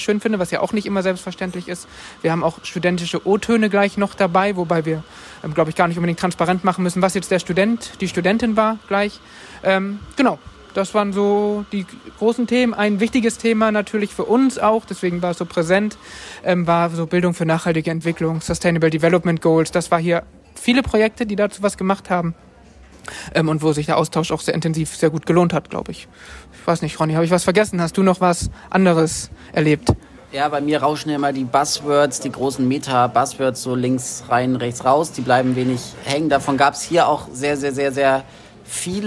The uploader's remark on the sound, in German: vor Ort: TURN-Tagung 2022 in Kiel